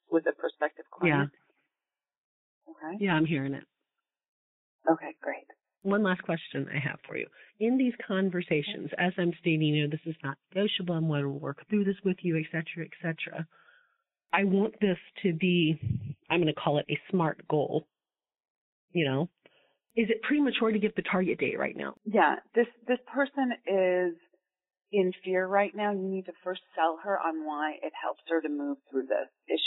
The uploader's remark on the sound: This coaching call has been recorded with permission. Please be aware that this is not a studio recording, and the sound quality may vary.